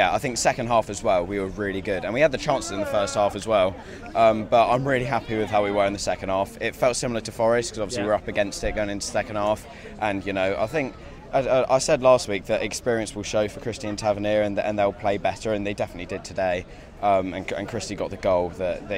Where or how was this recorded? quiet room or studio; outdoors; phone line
outdoors